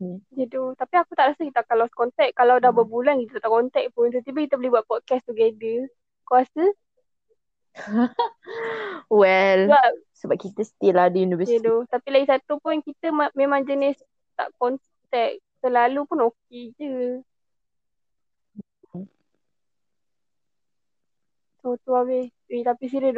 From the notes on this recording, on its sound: Sorry for the audio guys. We've try our best to let you hear us clearly.